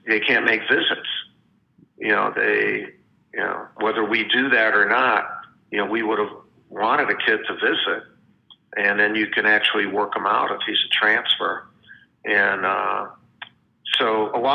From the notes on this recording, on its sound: Spoke over the phone.